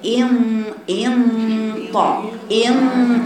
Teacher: ما ينفعش الغنه اللي بعدها طاء يبقى هتفخم · Term: غنة الإخفاء